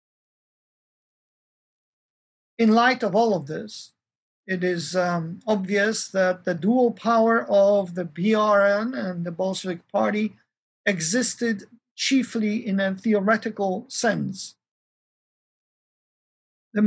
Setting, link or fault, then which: setting, large echoing room